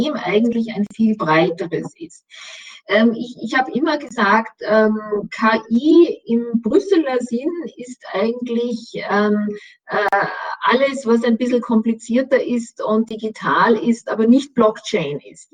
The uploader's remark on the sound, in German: Mitschnitt der Online-Veranstaltung von Donnerstag 6.